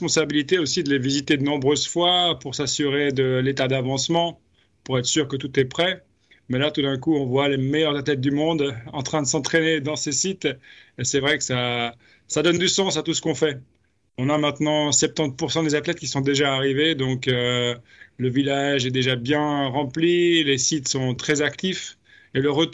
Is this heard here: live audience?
no